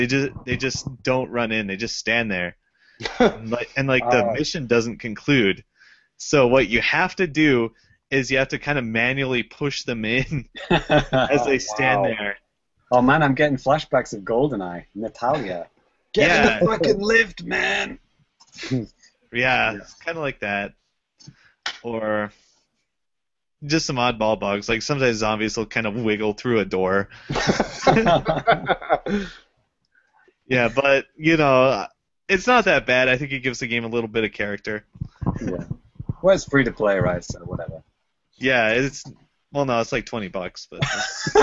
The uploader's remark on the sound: Recorded LIVE via Google Hangouts on Air